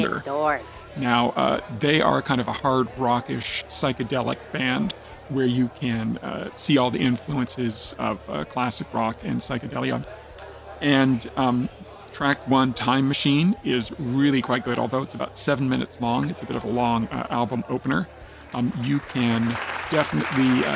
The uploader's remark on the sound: Drunk at the Speakeasy. Finally Back in North America, at a secret live show in an underground, socially distant, speakeasy. Don't worry we all wore masks and most people stayed away from us, for obvious reasons.